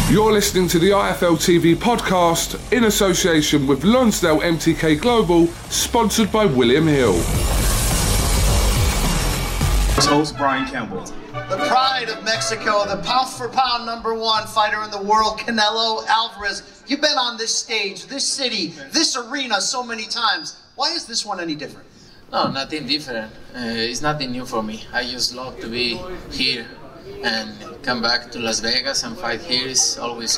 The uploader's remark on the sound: grand arrivals interviews in Las Vegas